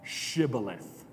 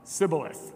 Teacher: the Ephraimites, with their dialect, obviously were not able to pronounce the sh sound and could only pronounce the s sound.